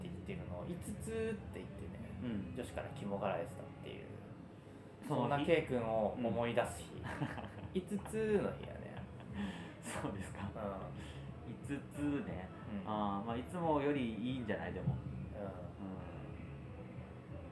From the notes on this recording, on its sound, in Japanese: 感染症に徹底対策して初めての対面収録です！段取りなしの一発収録なのでグダグタ進行だったり雑音あったりですが。